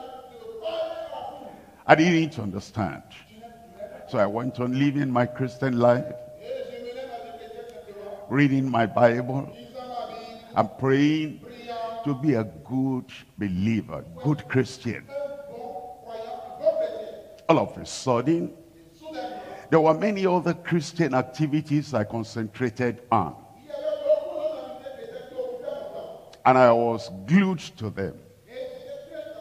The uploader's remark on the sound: live from Lomé, Togo.